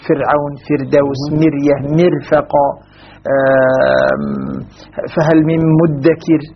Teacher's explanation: أما السبعة يتفقون على ترقيق الراء الساكنة التي قبلها كسر أصلي، مثل فرعون، فردوس، مرية، مرفق، فهل من مدكر، سواء كانت الراء متوسطة أو متطرفة، إذا سكنت وكان قبلها كسر أصلي ففي كل ذلك يرقق القراء، ومتفقون على ذلك كما سنرى في الأمثلة التي نستمع إليها الآن.